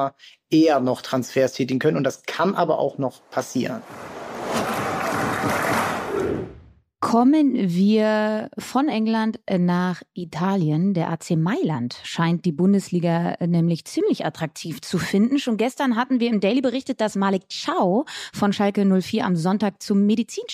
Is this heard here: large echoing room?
no